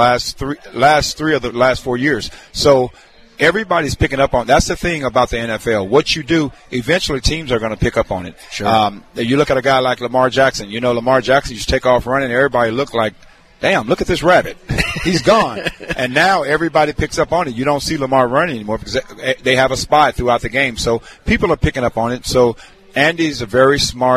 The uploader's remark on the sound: LIVE from Hollywood Casino!